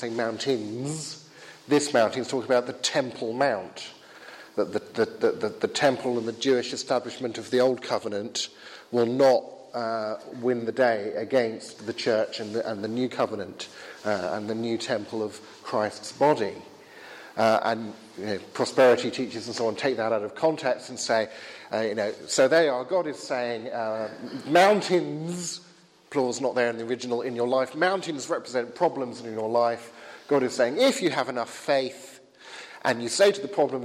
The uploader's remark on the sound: held at Highfield Church Southampton, Sunday 23rd July 2017